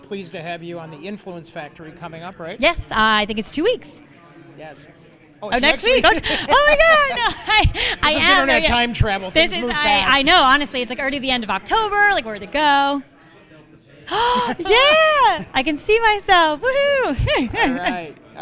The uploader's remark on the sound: LIVE FROM NYC – Social Media Strategies Summit 2019. This week’s Influence Factory episode was recorded LIVE at the 2019 Social Media Strategies Summit in New York City.